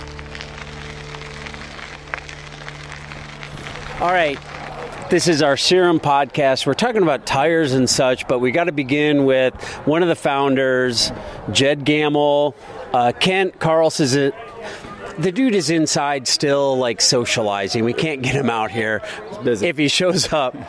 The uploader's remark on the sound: CIRREM (a 16-year-old 64-mile hilly gravel race in the south central Iowa town of Cumming the final Saturday in February). Microphone came out after the race and we talked to people.